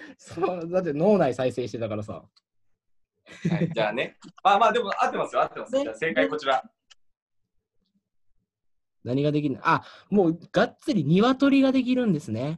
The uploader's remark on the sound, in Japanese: 東京を舞台に活動する劇団、幻ノ國がお届けするラジオ。初のzoom画面収録ラジオ。